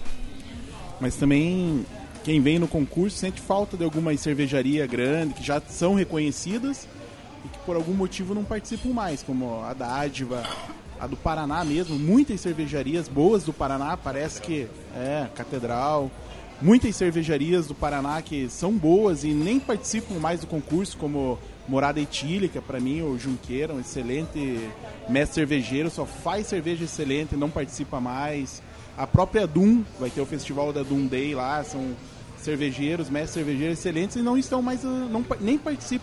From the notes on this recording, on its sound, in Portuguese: participou do Festival Brasileiro da Cerveja de 2020, encontrou alguns patronos, e aproveitou pra gravar um episódio especial pro Beercast